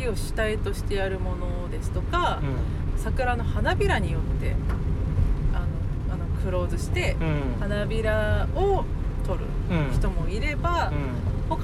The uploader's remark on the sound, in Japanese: 先日の休みに写真展に行ってきた帰りの車内で。